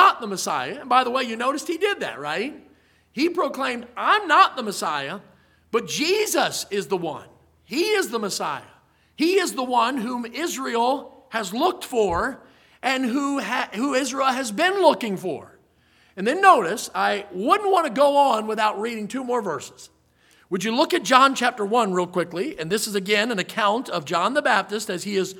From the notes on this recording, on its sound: In the Sunday Evening Service on October 29, 2023, at Victory Baptist Church in Boonsboro, Maryland.